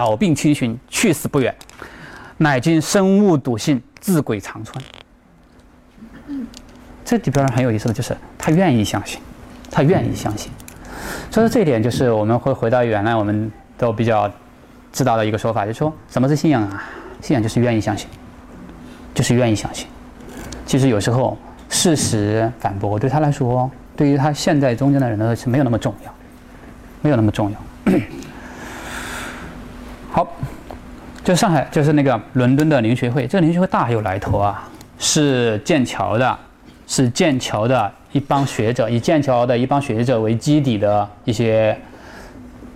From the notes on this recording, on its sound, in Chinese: “复兴论坛”是由复旦大学、中国科技大学、同济大学、兴业全球基金合作的高端学术文化论坛。本音频是由“复兴论坛”系列讲座录音整理而成。